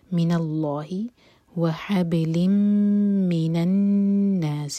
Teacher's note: نون پشدہ ہے تو نون کو ہولڈ کیا جائے گا